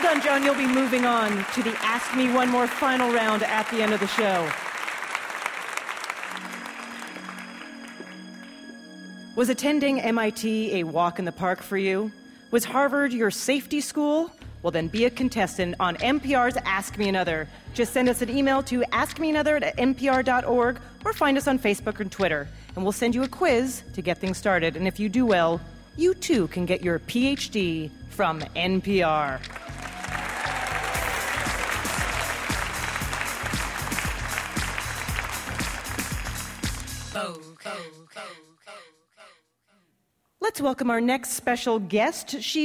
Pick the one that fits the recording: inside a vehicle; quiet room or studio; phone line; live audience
live audience